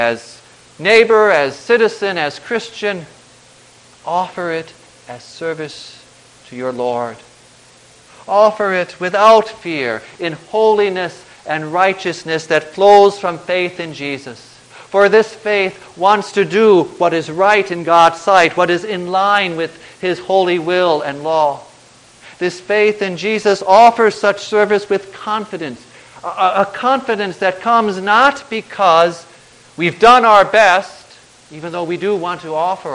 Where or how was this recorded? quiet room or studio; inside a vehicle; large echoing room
large echoing room